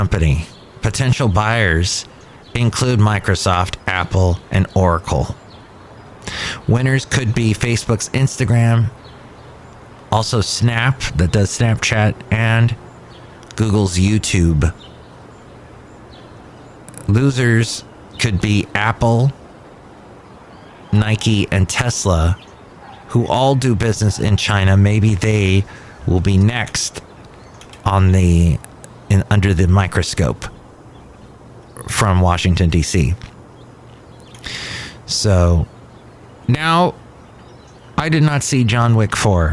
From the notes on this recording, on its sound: podcasts live from Cafe Anyway